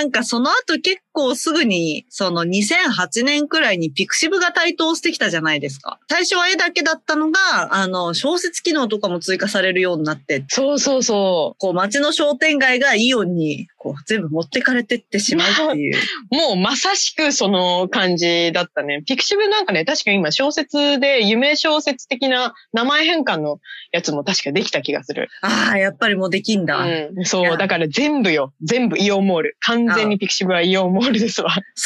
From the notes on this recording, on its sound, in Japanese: 今週もリモート収録です。